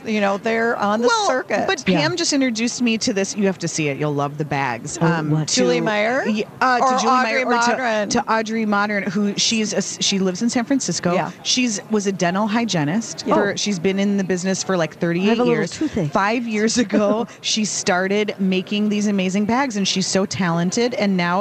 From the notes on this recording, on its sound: Live at the American Craft Council show